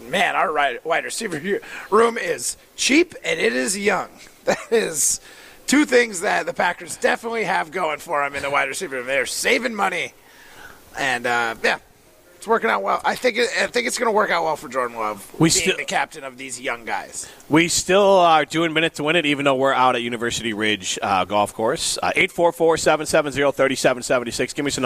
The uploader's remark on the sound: live at University Ridge Golf Course